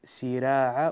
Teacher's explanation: رقق الراء لأنها مفتوحة وقبلها كسر، سراعا وليس سراعا، سراعا كأنهم.